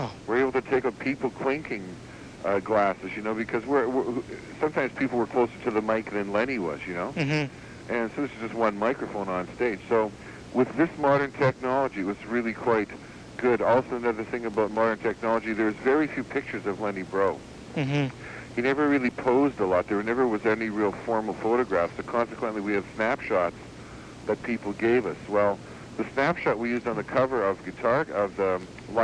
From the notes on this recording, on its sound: A short phone interview I did many years ago.